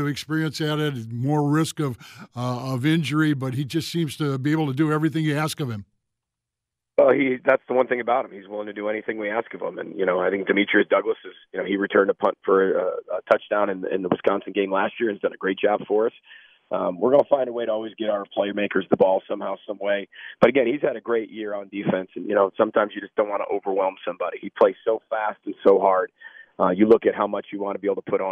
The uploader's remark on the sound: They also open up the phone lines and take your calls.